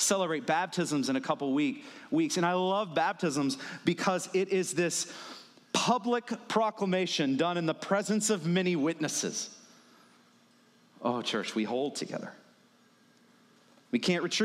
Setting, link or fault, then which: setting, large echoing room